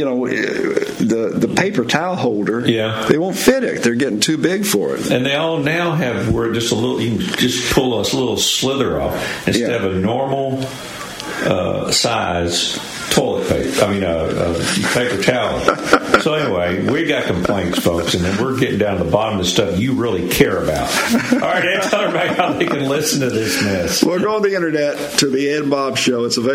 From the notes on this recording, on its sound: LIVE from The Bowery in Myrtle Beach